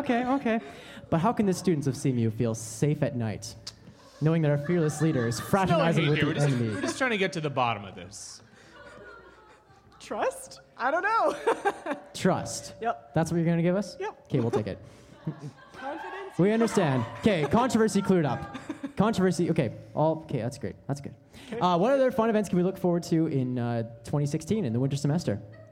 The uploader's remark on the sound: It's the second annual Wittenberg Live Christmas Gala Special! In addition to a several live acts by CMU students!